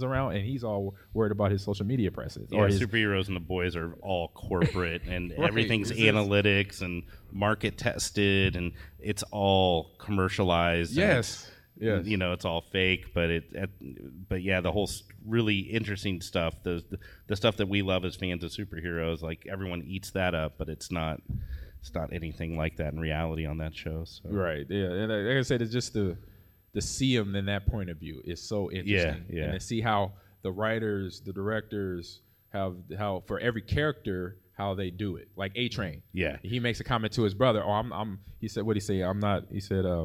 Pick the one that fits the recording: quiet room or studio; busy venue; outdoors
busy venue